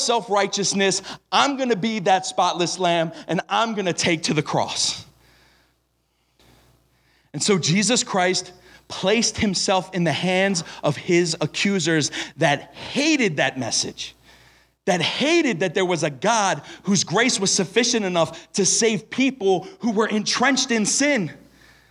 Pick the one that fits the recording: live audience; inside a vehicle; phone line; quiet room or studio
live audience